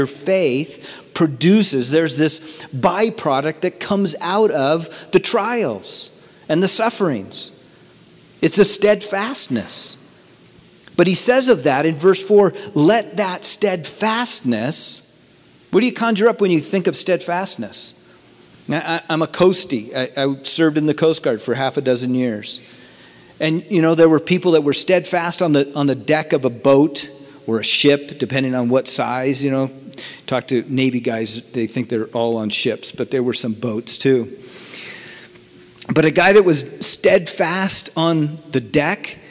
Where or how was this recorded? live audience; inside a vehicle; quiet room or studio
live audience